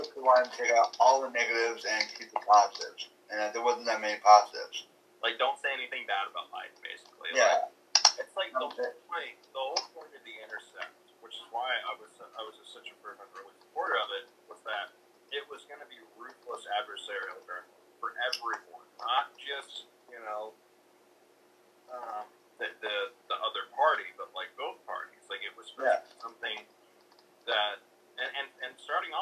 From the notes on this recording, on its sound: Sorry for the static.